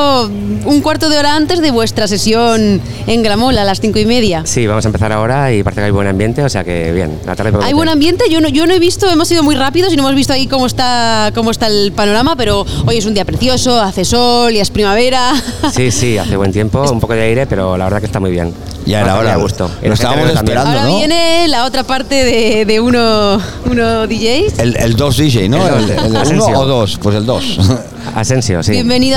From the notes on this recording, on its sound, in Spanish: Extraído de la retransmisión en directo de la primera edición de Gramola , la feria de la música aragonesa. Sexto podcast extraído de la retransmisión en directo de la primera edición de Gramola , la feria de la música aragonesa.